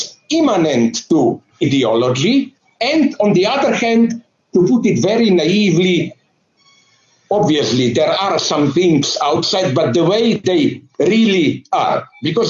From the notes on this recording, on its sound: The internationally renowned London Critical Theory Summer School. This is a recording of a Zoom.